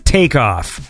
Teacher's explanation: The emphasis on take. Whereas the other one's like take off, like the emphasis is on take off.